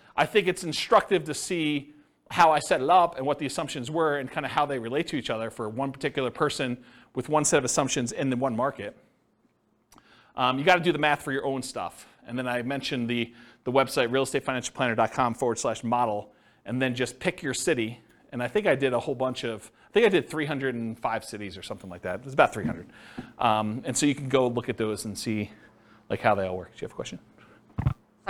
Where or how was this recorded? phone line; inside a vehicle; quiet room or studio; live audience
live audience